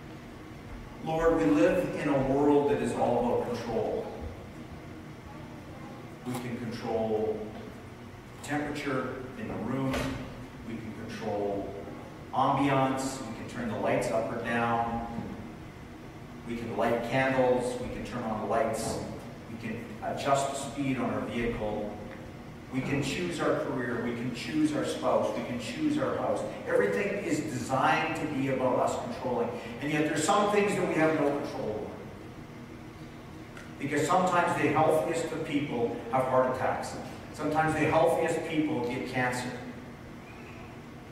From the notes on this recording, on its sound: (Sorry for the poor audio this week, we had some technical challenges this past Sunday).